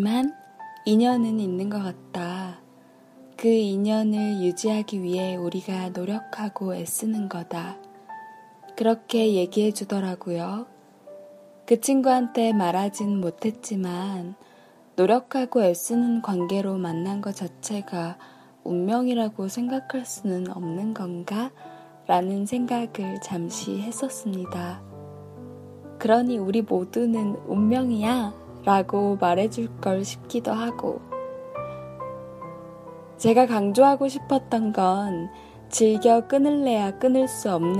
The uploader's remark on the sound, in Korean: 녹음 장비가 고장났습니다.. 휴대폰으로 녹음햐서 녹음 상태가 그리 좋지 않네요ㅠㅠ.